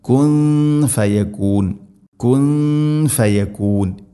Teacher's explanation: സാക്കിന നൂനു ശേഷം ഫ ഇഖ്ഫ ബിഗുന്ന അവ്യക്തമാക്കി മണിക്കണം. കുൻ ഫ ഈ ഗുന്ന ശ്രദ്ധിക്കണം.